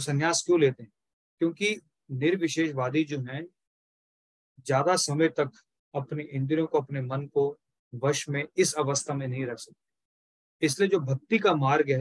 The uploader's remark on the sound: Zoom recorded session